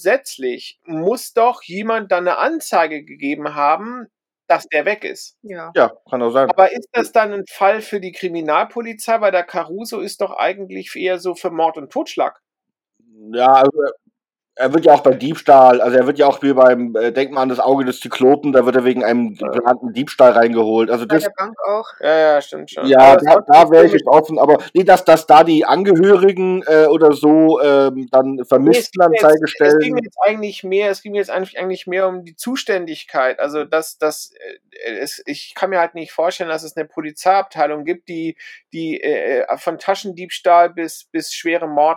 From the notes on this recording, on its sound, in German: Leider hatten wir wieder massive Tonprobleme, glauben aber, dass es an dem neuen Programm liegt, und werden ab der nächsten Folge wieder zum alten Studiolink zurückkehren.